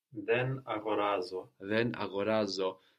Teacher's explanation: we can't lose the N of then because agorazo starts with a vowel.